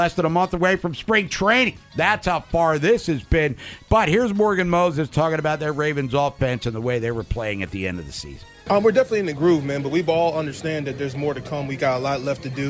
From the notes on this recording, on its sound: Checks in live from Ravens practice. Calls in live from the castle.